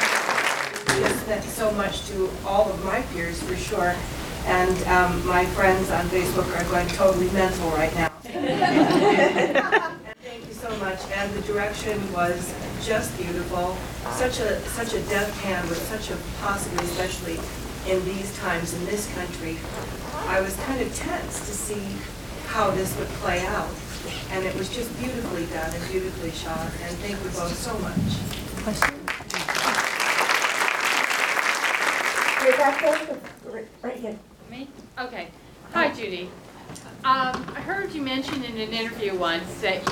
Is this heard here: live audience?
yes